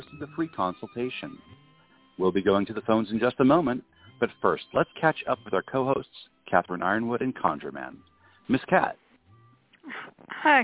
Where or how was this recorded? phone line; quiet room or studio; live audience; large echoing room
phone line